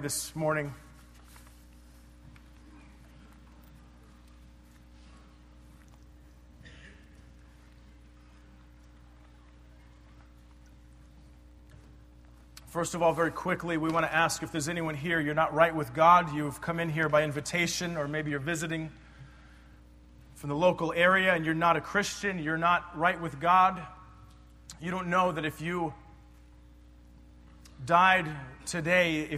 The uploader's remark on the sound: PREACHED IN 2010 EAST COAST BIBLE CONFERENCE